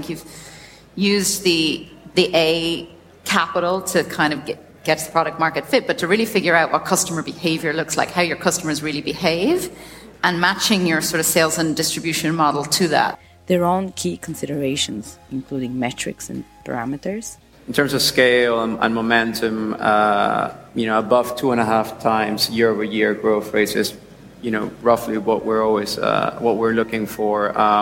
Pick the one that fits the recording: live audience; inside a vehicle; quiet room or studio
live audience